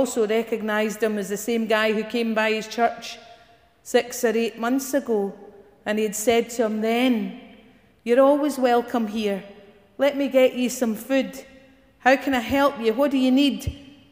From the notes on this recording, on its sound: Morning worship recorded at GSPC